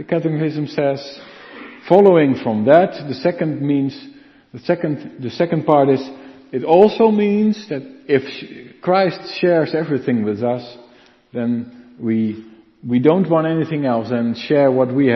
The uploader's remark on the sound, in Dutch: De preek is op 5 februari 2023 opgenomen in de Maranathakerk in Groningen